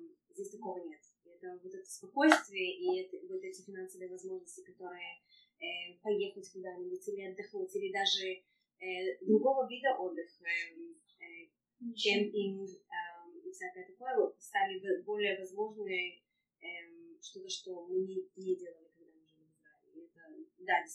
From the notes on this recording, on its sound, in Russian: Подкаст будет немного шумным, так как, несмотря на то, что мы разговаривали в библиотеке, она была совсем не тихой.